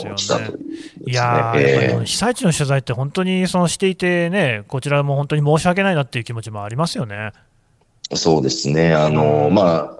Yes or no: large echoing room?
no